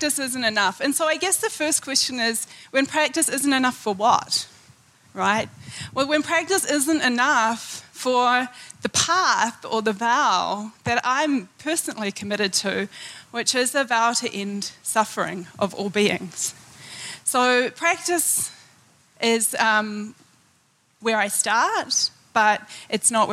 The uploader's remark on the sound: In this episode taken from the 2013 Buddhist Geeks Conference